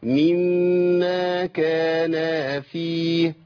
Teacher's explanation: ميم مشدده بتغني بزمن · Term: الغنة